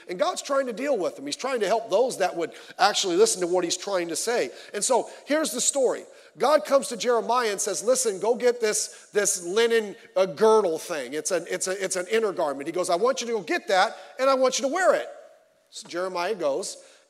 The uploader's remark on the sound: Sunday Morning Service